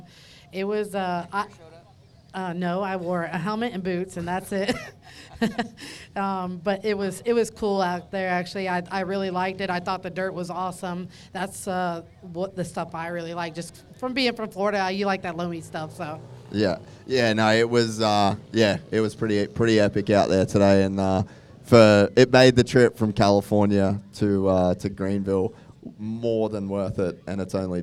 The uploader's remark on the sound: go live from the 2023 Vurb Classic at NxtLvl101